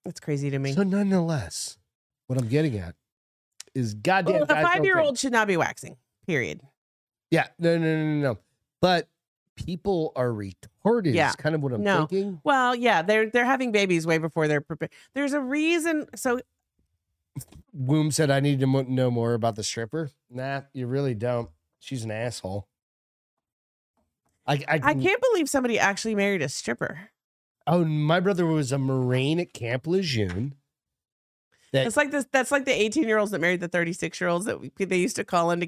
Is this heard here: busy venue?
no